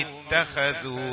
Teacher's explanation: الخاء مفخمة لأنها مفتوحة اتخذوا في درجة عالية من التفخيم